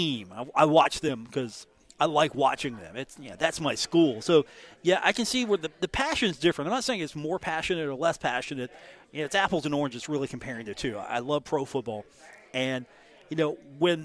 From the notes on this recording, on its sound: on location at The Union Pub and Grill